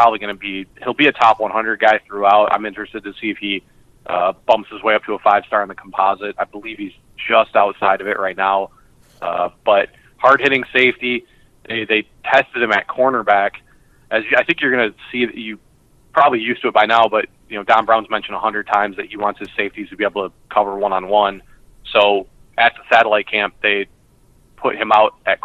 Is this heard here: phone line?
yes